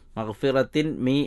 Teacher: മഗ്ഫിറത്തിൻ മി, മഗ്ഫിറത്തിൻ മി എന്നിടത്ത് അൽ ഇദ്ഗാമു ബിഗുന്ന എന്ന തജ്വീദിൻ്റെ നിയമമാണ്. തൻവീനു ശേഷം മീമ് വന്നത് ഗുന്നത്തോടെ ചേർത്ത് വന്നു.